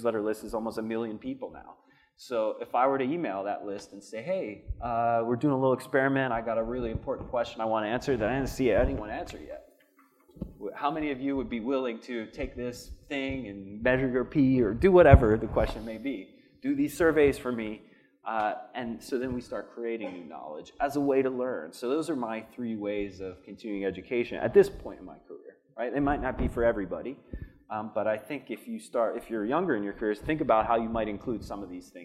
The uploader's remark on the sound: This podcast was recorded during my my fireside conversation. At the Vigor Ground Fitness and Business Summit.